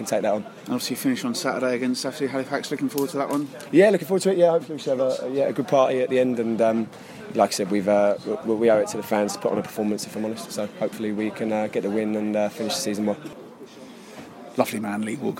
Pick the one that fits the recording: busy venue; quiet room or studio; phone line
busy venue